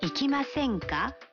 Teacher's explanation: Sentensi hiyo imeundwa kwa kubadili mas ya kitenzi cha umbo la mas na kuwa masen. Kisha kuongeza ka mwishoni na kupandisha kiimbo.